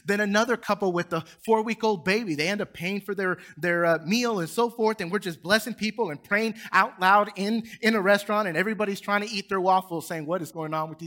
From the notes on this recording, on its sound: Recorded from South Gate Fellowship in Duncanville, TX on Sunday, March 13, 2022